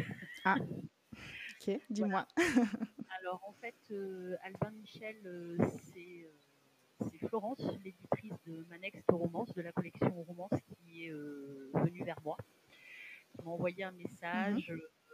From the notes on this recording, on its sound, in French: La qualité de l'audio de cet épisode n'est pas parfaite. J'ai fait mon maximum au montage.